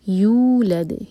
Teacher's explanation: یو دو حرکہ لمبا، دوما کے بعد واو، سو مد تبعی ہے. یولد دال پر سکون تو دال پر قلقلہ.